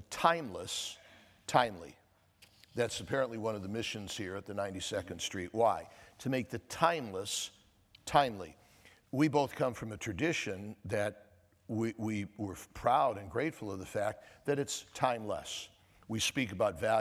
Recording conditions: live audience